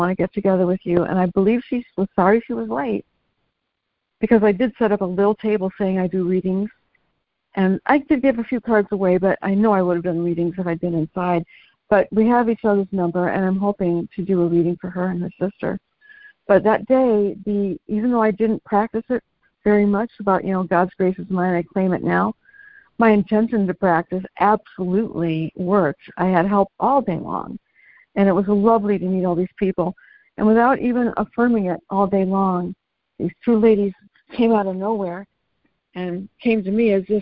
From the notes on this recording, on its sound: ACIM Daily Conference Call